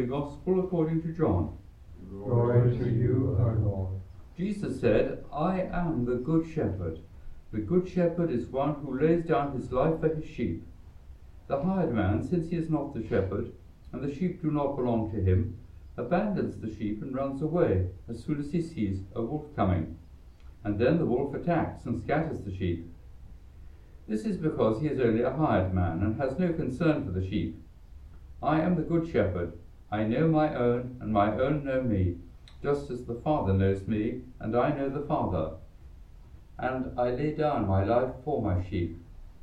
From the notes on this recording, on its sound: The Community of St Gregory the Great sing the Gregorian Chant Mass for the Solemnity of St Boniface. Recorded live at Southgate House on 5 June 2023.